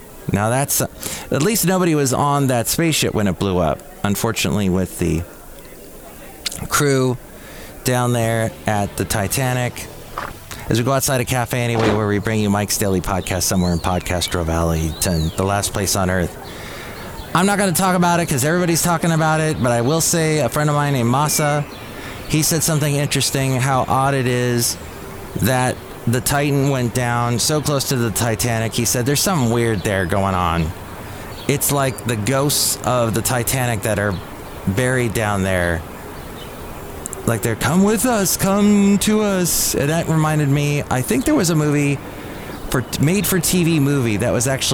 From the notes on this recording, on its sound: podcasts live from Café Anyway